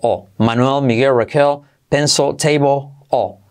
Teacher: la L casi al final de palabra, no, casi, sin casi, al final de palabra casi como que no suena, es como un 5%.